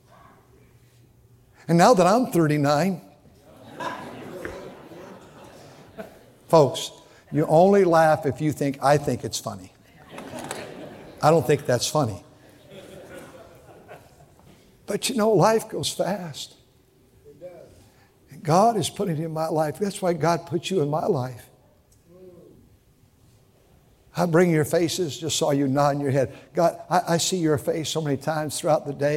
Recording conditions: large echoing room